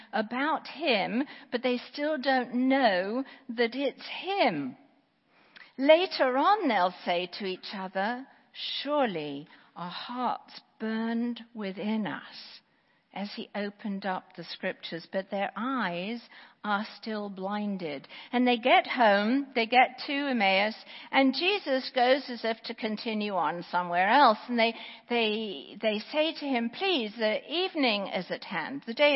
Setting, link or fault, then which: setting, large echoing room